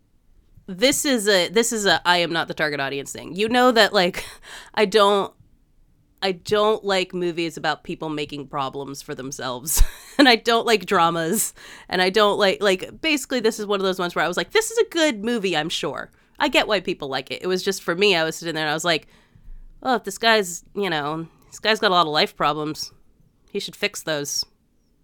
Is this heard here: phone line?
no